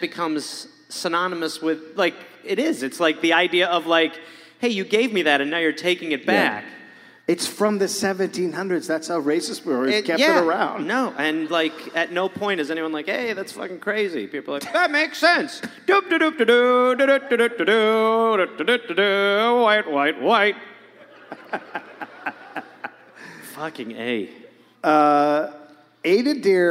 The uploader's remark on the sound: Recorded live in Madison.